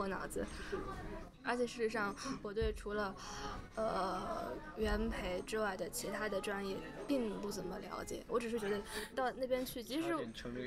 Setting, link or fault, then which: setting, busy venue